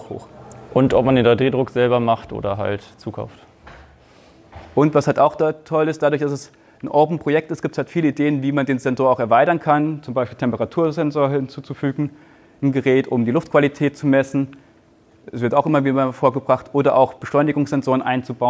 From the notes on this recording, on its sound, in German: Ein Vortrag im Rahmen der Night of Open Knowledge (Nook) in Lübeck